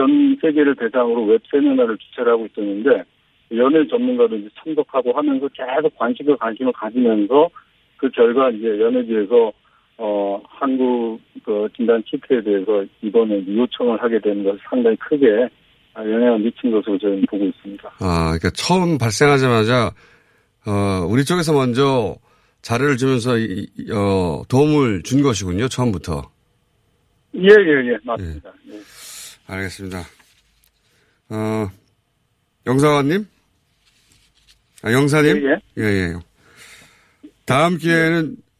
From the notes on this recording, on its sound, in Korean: 전화연결 러시아 연해주.